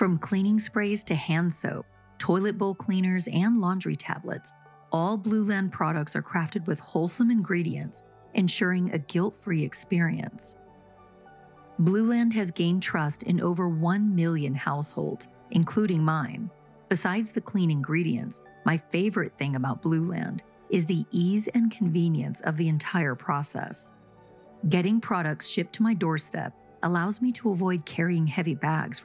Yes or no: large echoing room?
no